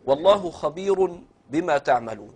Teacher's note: الراء هنا مضمومة، لكن سبق الراء المضمومة ياء ساكنة، لأجل هذه الياء الساكنة أرقق الراء · Term: يرقق الراء